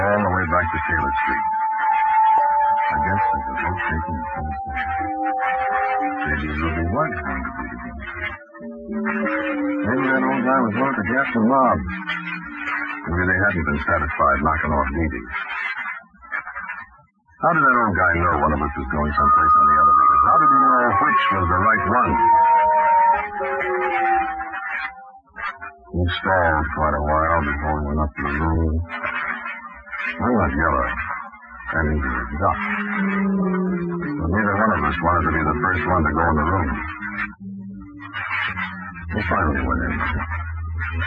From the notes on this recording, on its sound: Audio is poor, even after some noise canceling. It degrades in the middle.